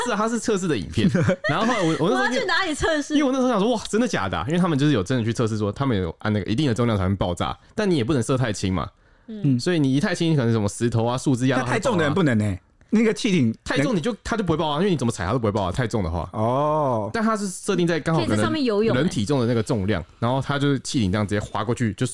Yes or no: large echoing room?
no